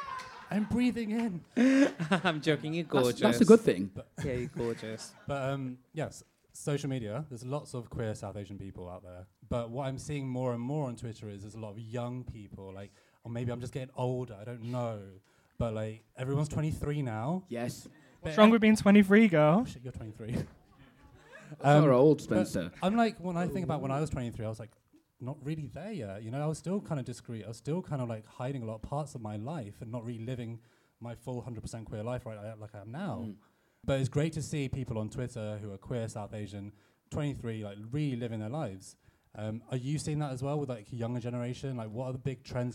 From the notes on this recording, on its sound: In our second Queer Talk Live show we invite the boys from You Don't Love Me Podcast to the stage. Full performance and interview recorded live at Above The Stag Theatre.